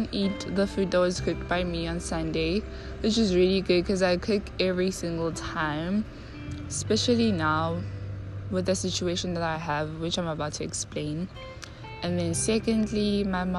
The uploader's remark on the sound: Walk and talk session.I hope it’s not too noisy.